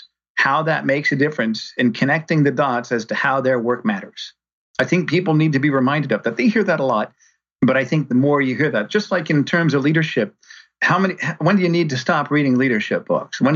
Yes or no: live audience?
no